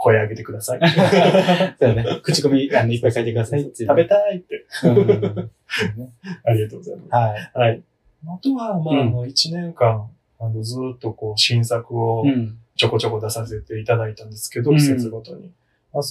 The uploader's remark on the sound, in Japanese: 音声がこもっており